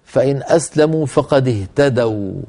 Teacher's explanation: وكان آخر نطقنا واو ساكنة مفتوح ما قبلها، يعني حرف لين